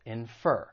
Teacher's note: The verb, it has two syllables. And once again, the stress is on the second syllable